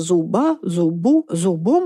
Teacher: Но если мы ставим это слово в какие-то другие формы, зуба, зубу, зубом и так далее, там уже слышится звук «б»